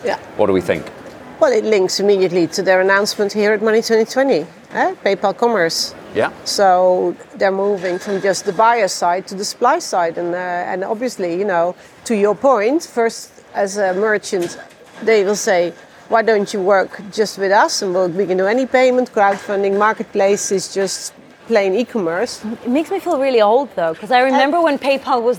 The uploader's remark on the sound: Live from Money20/20